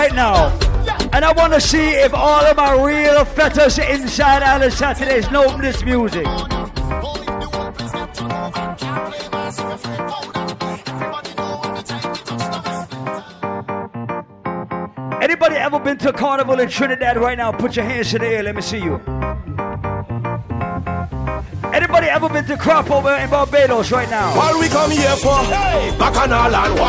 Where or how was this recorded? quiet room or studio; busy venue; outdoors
busy venue